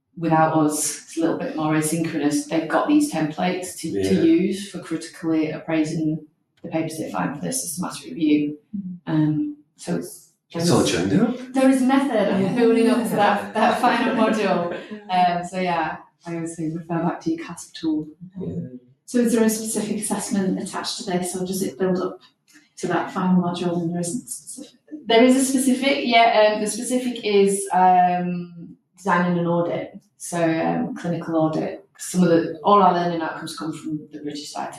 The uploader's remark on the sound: We're aware the audio isn't ideal so thank you for your patience as we find our way!